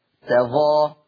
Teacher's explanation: يقرأ حفص بفتح التاء وتخفيف الظاء